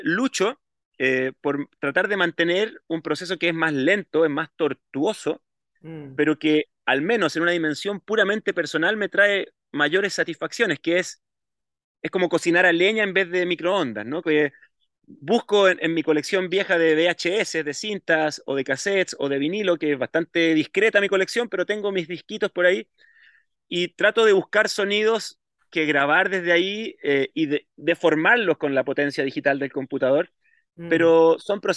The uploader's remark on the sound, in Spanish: Entrevista a traves de la plataforma Zoom